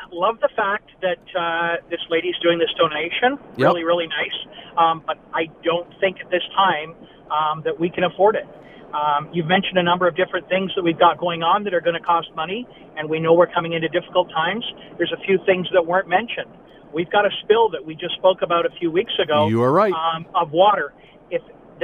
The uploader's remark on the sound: Opens the phone lines to get your take on this.